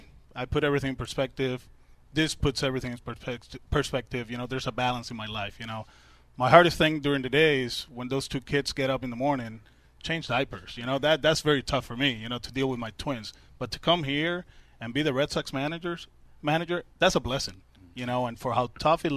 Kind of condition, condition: setting, busy venue